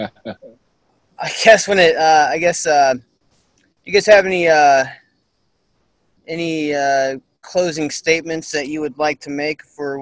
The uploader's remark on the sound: At the end of the video, Zoom cut me off.